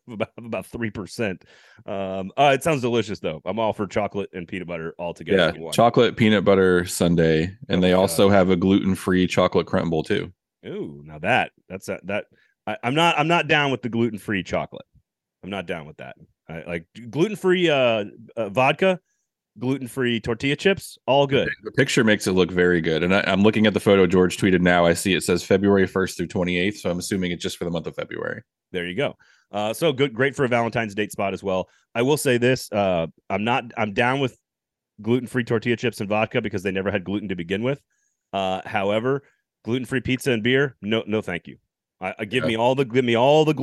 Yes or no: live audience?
no